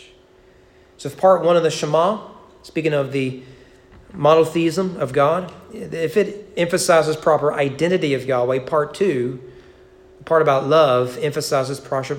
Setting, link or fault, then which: setting, large echoing room